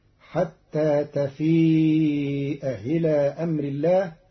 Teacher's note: قرأ قالون كلمتي تفيء إلى بتسهيل الهمزة الثانية المكسورة